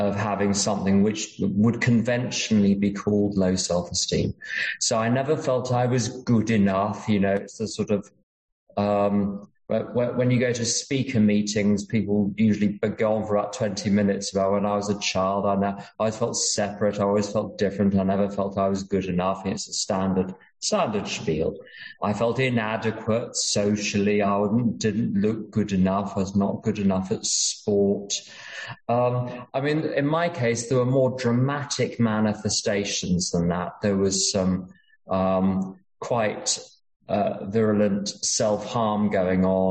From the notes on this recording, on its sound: at an unknown zoom meeting held in July of 2022